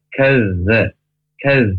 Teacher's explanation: Tapi ketika kita menekan huruf kafnya ke huruf zal tersebut, maka jangan sampai nempel, karena makhrajnya huruf zal ujung lidah ke ujung gigi atas